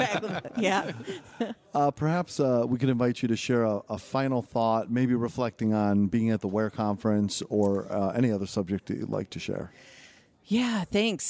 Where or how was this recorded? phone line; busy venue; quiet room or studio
busy venue